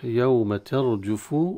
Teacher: في ترجف بتفخيم الراء قبل فتحة